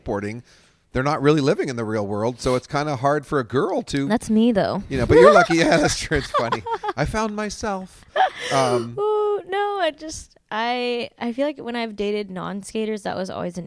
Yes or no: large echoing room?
no